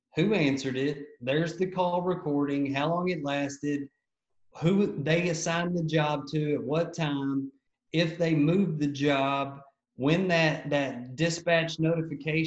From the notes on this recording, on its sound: In this episode we were stoked to have our first International guest on the Show, all the way from Oklahoma Texas, we Zoomed.